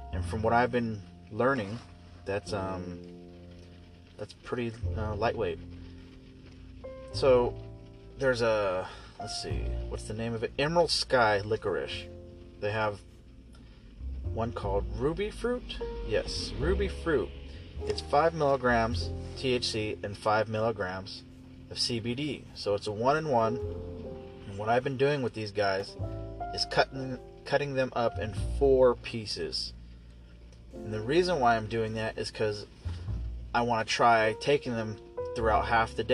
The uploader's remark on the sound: I'm just sitting in my car testing out my microphone.